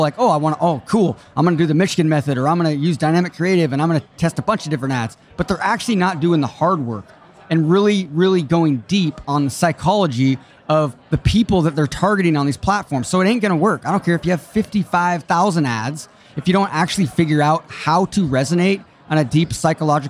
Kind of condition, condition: setting, busy venue